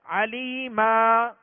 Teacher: ایک الف کی مقدار میں کھینچ کر وقف کریں گے، یعنی آواز اور سانس دونوں توڑ دیں گے